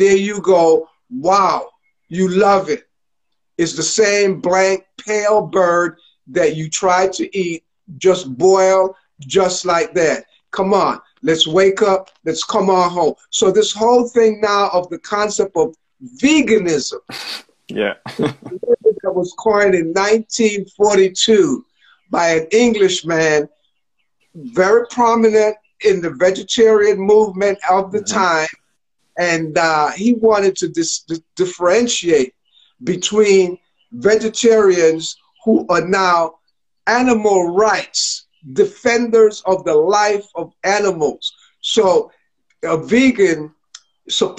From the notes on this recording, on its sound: IG Live conversations